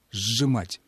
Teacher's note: А «с» и «ж» при слитном произнесении сливаются. Когда мы произносим слово «сжимать», у нас звучит вначале не «с», «ж», а «ж», долгий «ж»